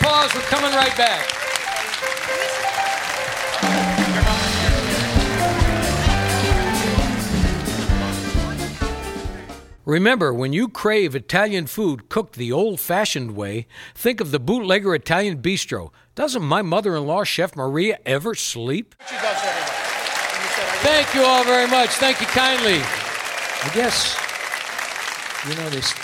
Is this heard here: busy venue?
yes